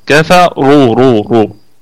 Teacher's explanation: الكلمة كلها مرققة ما عدا الراء مفخمة كفا رو رو رو.